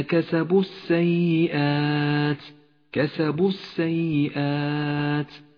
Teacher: لاحظ كيف اجتمع حرفان ساكنان في قوله تعالى: والذين كسبوا السيئات، كسبوا السيئات. الواو ساكنة واللام ساكنة، نسقط الأول من اللفظ